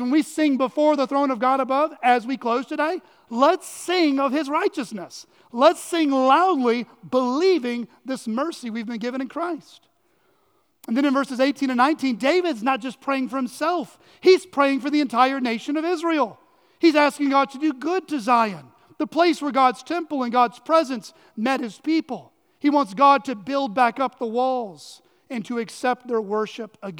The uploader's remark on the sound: on the morning of January 28, 2024 at Chaffee Crossing Baptist Church in Barling, AR.